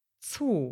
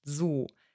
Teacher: dass der Buchstabe Z im Deutschen wie T und S zusammen ausgesprochen wird und nicht wie ein weiches, stimmhaftes z · Shown in: first take